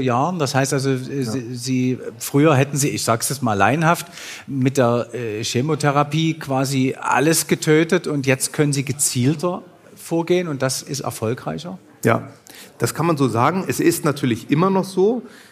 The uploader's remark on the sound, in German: live vor Publikum aufgezeichnet